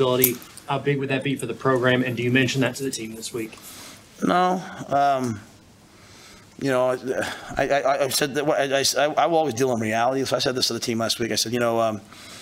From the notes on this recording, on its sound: Purdue Post Game Press Conference.